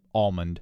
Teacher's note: I mean, the L is in there. It's sort of like a little bit of a W with a little L sound with it